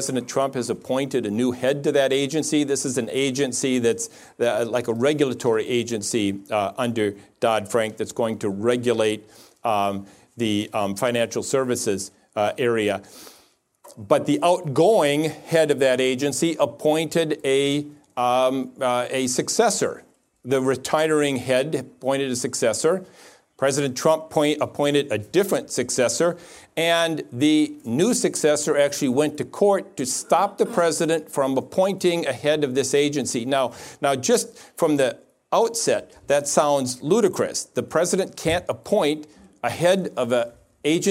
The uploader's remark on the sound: In this episode we bring you an Acton Lecture